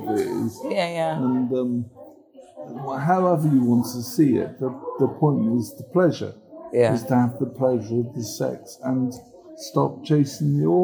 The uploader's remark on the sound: if you hear some little background noise and squeaking that's just the lovely hospital ambience coming out to you